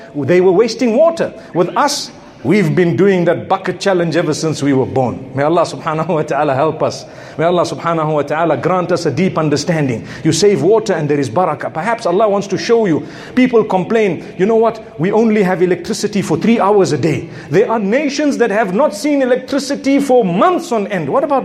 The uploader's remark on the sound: A Jumuah Lecture from Masjid Al Falaah. Harare, Zimbabwe.